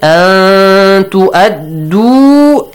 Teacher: Hide the sound of noon sakin here in this word.